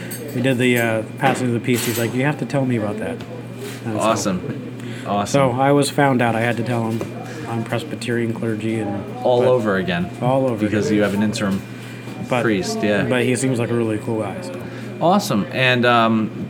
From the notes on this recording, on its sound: This episode was recorded at The Newton Sports Bar and Kitchen. This episode was recorded at The Newton Sports Bar and Kitchen.